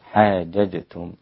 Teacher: لابد أن تكون الجيم من مخرجها صحيح، أقرب إلى الدال لا إلى الشين